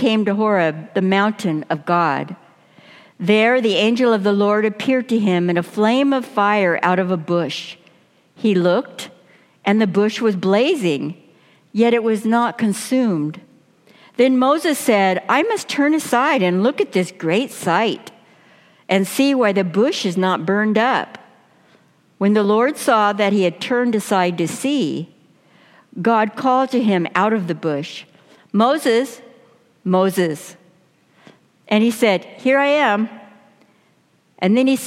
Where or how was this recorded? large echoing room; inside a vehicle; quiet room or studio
large echoing room